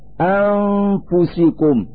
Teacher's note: فنتلفظ النون الساكنة في هذا المثال من مخرج الفاء فنقول أنفسكم. · Term: الإخفاء